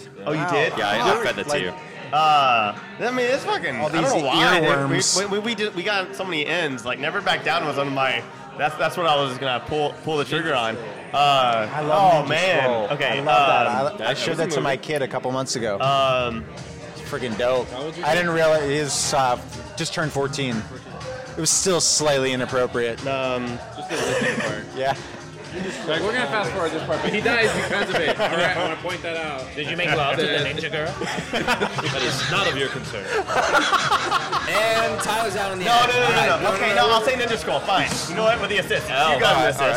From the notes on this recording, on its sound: venture over to the Matador Cantina in Downtown Fullerton for some drinks